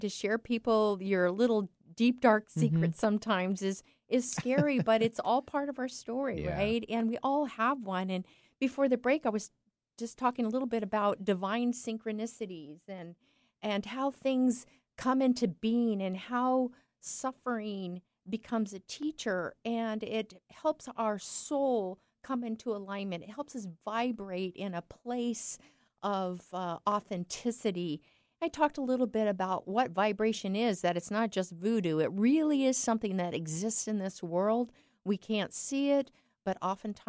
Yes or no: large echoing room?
no